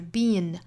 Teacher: 一般的英国人会更习惯把它读成一个紧张音的状态，就是 been。 I've been to 什么什么哈，美国人呢一般倾向于把它读得松一些， I've been 怎么怎么样， I've been toparadise，这个 been，所以我们知道这个词有两种读法，读成 been 也好 been 也好都是对的。